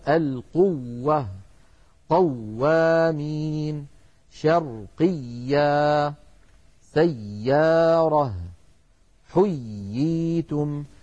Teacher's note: الحالة الثانية من حالات النبر في تلاوة القرآن عند نطق الواو والياء المشددتين